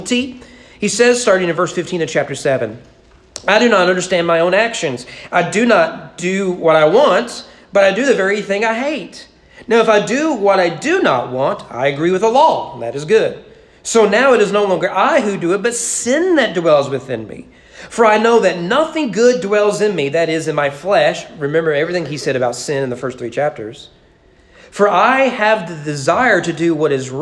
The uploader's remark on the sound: Sermon preached at East Frankfort Baptist Church on April 2022 during morning worship.